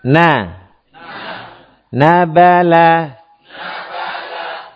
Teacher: ujung lidah dengan gusi yang ada di atas dua gigi seri